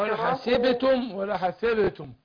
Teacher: القلقلة تبقى قريبة الفتحة